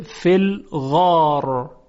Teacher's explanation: در کلمه غار، را ساکن، قبلش صدایی کشیده الف، در اینجا ما حرف را رو تفخیم می کنیم